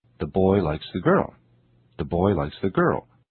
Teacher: Did you notice how the articles are just small sounds linked to the nouns?